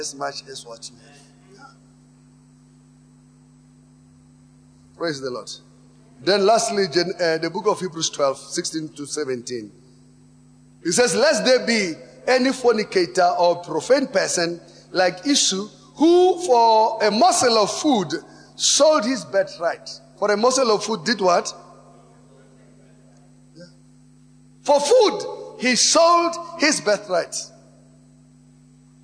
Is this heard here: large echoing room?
yes